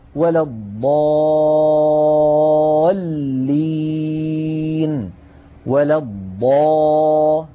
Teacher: ونحن نعلم يا إخوة أن الحرف المشدد حقيقته حرفان، حرف ساكن وبعده حرف متحرك. يعني اللام في كلمة الضالين هي لامان في الحقيقة، لام ساكنة وبعدها لام مكسورة. فالألف في قوله تعالى ولا الضا جاءت بعدها اللام الساكنة، إذن تحقق الشرط، فهذا المد لابد من تطويله. · Term: المد اللازم